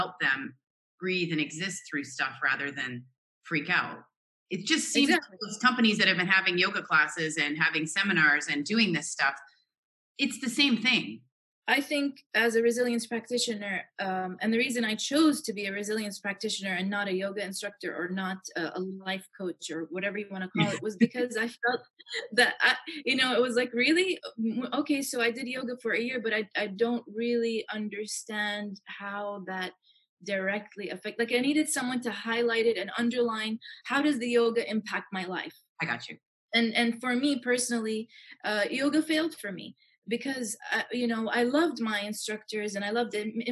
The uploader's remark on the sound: Zoom chat. Who is located in Jeddah.